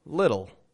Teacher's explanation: And I'm also not saying little, but little. With a flap T and a dark L.